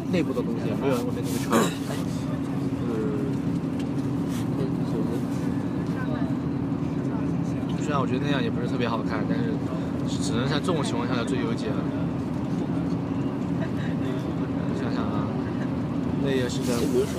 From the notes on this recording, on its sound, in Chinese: 第一次临时起意的录音，是我们雪季最后一次去南山滑雪的路上的闲聊记录。